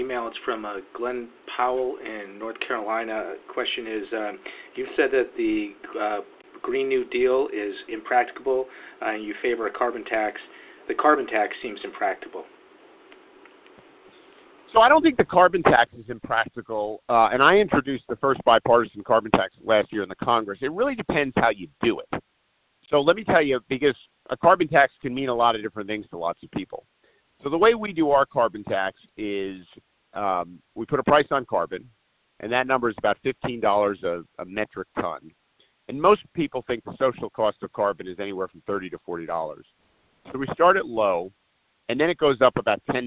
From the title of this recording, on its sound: Solutions 2020 conference call